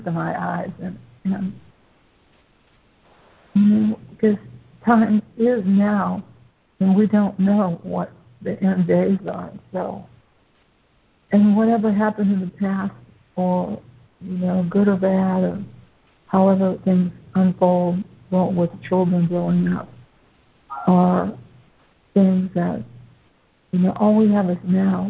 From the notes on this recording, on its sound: ACIM Daily Conference Call